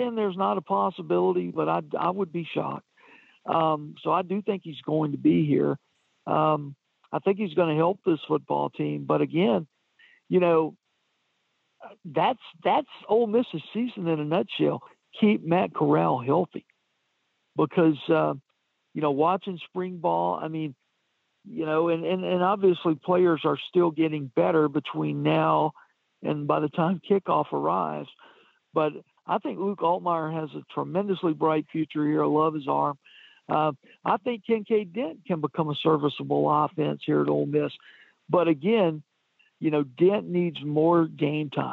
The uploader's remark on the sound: joins on the Modern Woodmen phone line